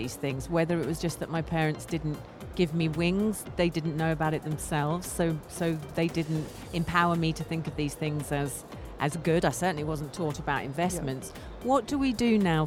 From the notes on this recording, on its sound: Live from SIBF 2023.